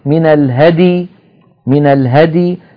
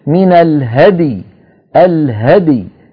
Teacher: من الهدي هكذا لا يصح لابد أن يقول من الهدي الهدي يحافظ على سكون الدال مقلقلة ثم ينطق بالياء · Shown in: second take